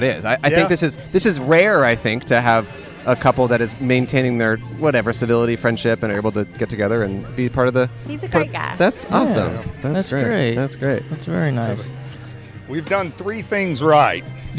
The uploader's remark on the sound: wedding at the Louisville Nature Center in Kentucky